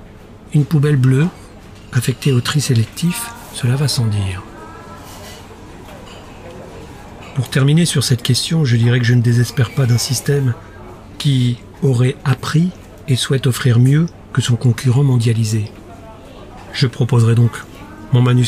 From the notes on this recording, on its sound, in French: Un épisode en partie enregistré dans une salle du café Starbucks de la gare de Futamatagawa à Yokohama.